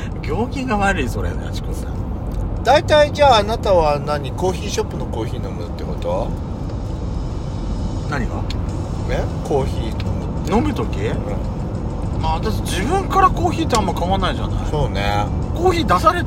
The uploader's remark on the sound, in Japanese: ドライブ収録 #ロードノイズごめんね